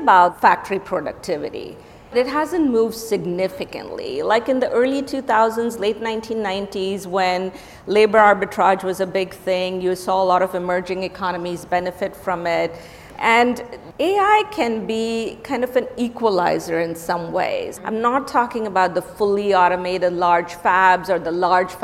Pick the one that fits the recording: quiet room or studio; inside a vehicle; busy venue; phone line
busy venue